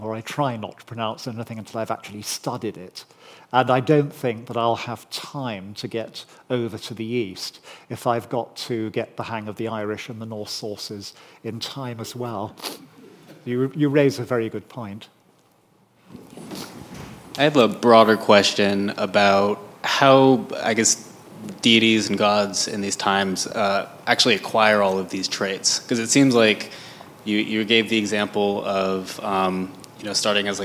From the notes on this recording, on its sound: recorded on 20 September 2023 at Barnard's Inn Hall, London